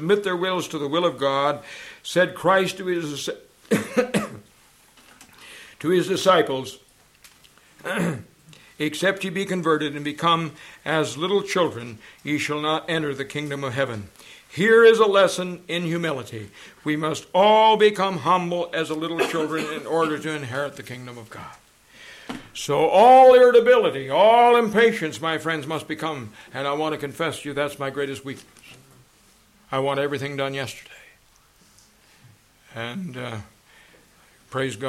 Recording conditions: large echoing room